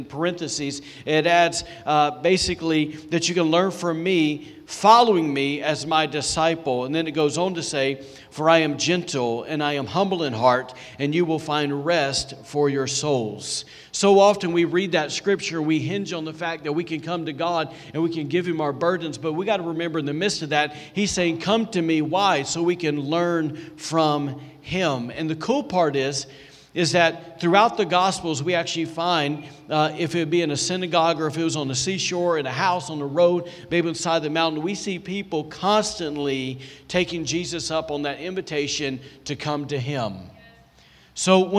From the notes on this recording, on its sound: recorded on Sunday, September 27, 2020, during service at The Anchor Church in Rockport, Maine